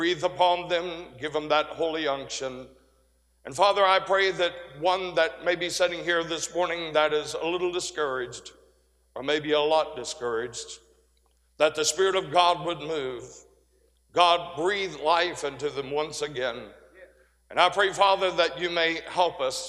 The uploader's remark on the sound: 2023 Spring Jubilee. A sermon preached Tuesday Morning during our Spring Jubilee, on March 28, 2023.